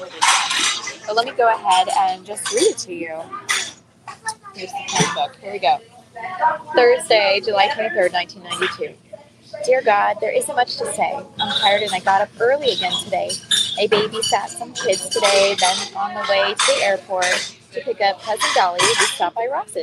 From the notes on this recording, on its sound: LIVE from WAFFLE HOUSE. I'm recording LIVE from a Waffle House in Nashville!